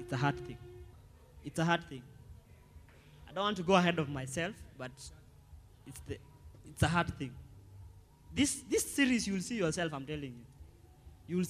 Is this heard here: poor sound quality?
no